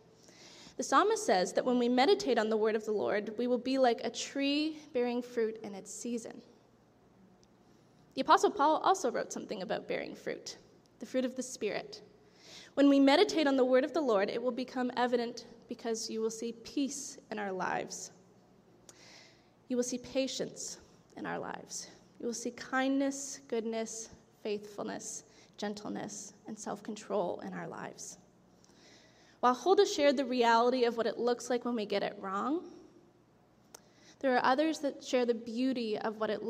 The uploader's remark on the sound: This audio was taken from the July 16, 2023 worship service at FBC Charlottetown